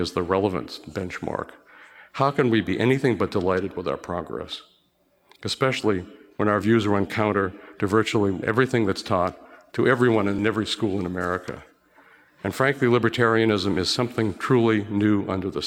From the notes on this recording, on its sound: Recorded at the Mises Circle in Boston on the campus of Harvard University, on 1 October 2016.